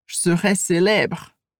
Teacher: perceba que o som de E em je serai, os dois somem